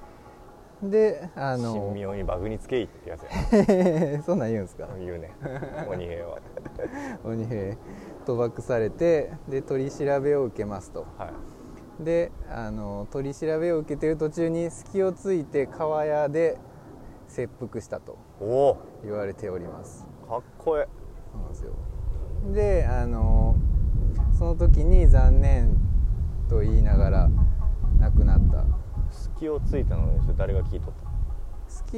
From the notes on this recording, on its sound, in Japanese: 大物公園収録の後編です！